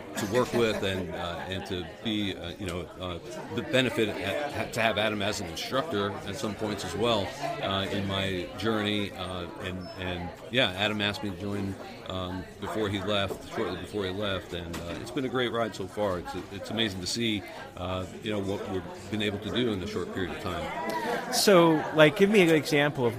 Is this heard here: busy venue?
yes